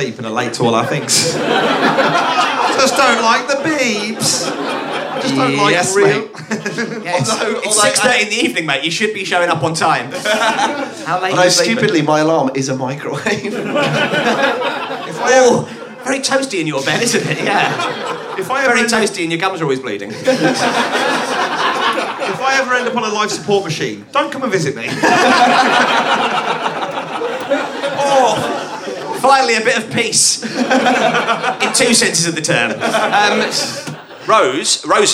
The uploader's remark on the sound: Here's another special episode culled from the best chunks of live gig introductions which preceded the Flatshare Slamdown recordings of the last series.